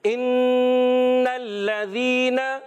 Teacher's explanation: لام مشدد ہے، ذرا رک کر ادا کرتے ہیں. کوئی بھی مشدد حرف آ جائے یاد رکھیں، اس کو جلدی میں نہیں ادا کریں گے، اس کو تھوڑا سا رک کر ادا کرتے ہیں.